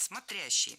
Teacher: Ударение падает на второй слог.